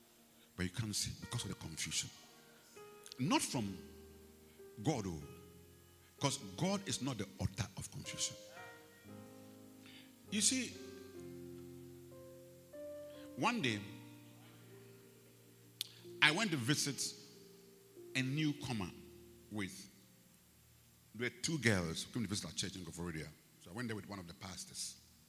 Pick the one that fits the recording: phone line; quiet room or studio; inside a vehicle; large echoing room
large echoing room